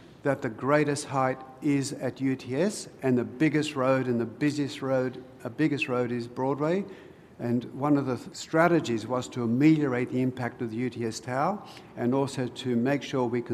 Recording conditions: busy venue